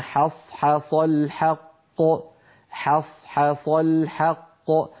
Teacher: فعلى التالي أن يرقق الحاءين ويفخم الصادين في كلمة حص حص. والحاء الثانية أكثر عرضة للتفخيم من الأولى، لأن الأولى جاورت صادا، أما الثانية فقد اكتنفها صادان عن يمينها وعن شمالها.